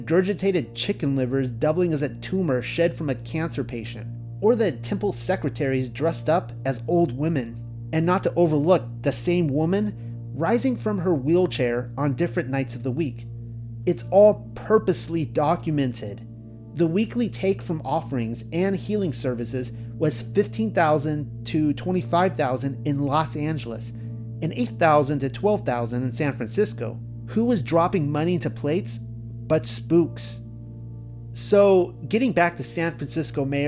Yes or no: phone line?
no